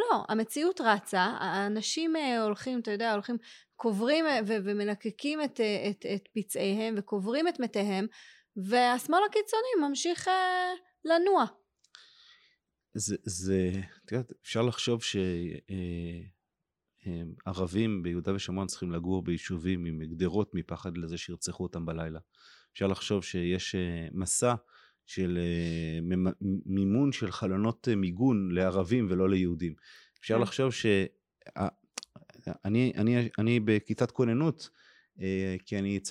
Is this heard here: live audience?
no